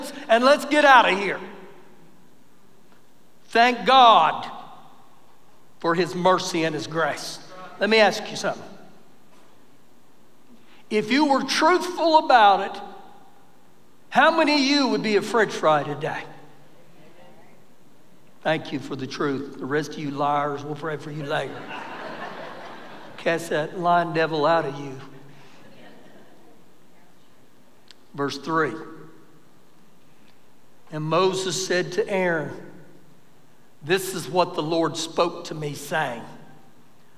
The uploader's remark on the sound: Recorded live during our Sunday morning service